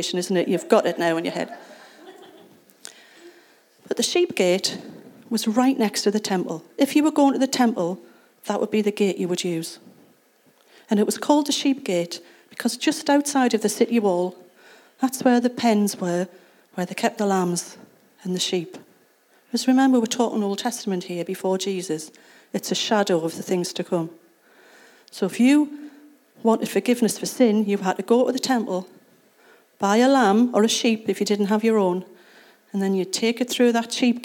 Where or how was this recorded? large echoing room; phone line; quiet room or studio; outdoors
large echoing room